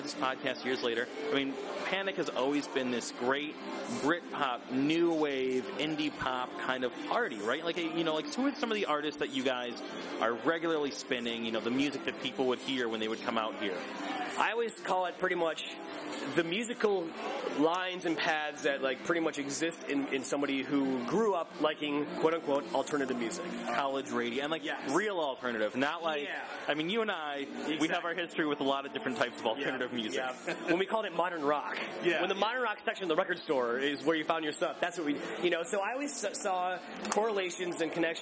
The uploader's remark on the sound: In an interview recorded at the last Panic dance party at Darkroom.